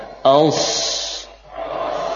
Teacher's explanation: Pangkal lidah kita bagaimana biar bisa ditarik ke atas, ya, ditegangkan sehingga suara akan menebal. · Term: shad yang sukun